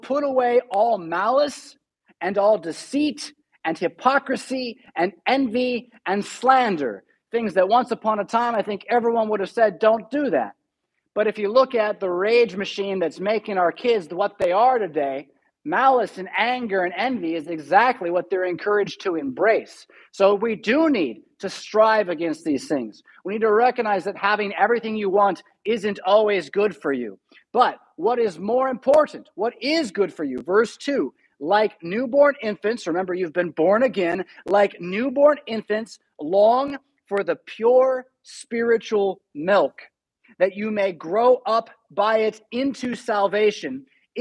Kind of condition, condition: setting, large echoing room